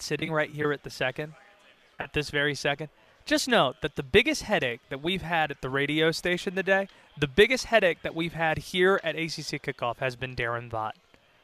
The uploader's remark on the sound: live from ACC Kickoff in Charlotte